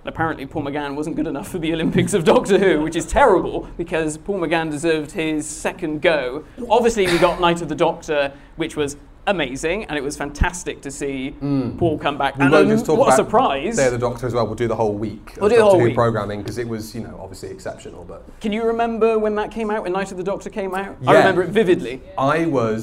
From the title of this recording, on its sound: LIVE at Pandorica 2021